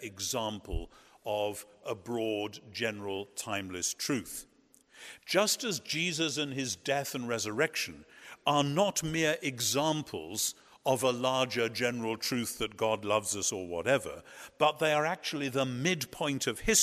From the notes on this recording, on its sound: At Duke Divinity School’s Goodson Chapel as part of the McDonald Agape Foundation’s Conference on Revelation.